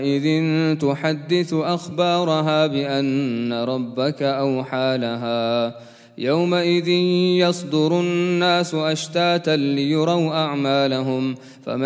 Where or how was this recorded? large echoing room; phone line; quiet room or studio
large echoing room